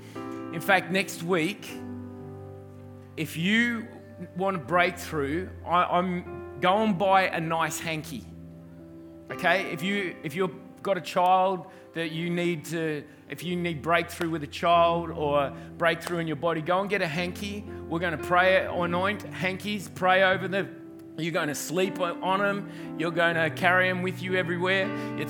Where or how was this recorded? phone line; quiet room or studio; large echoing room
large echoing room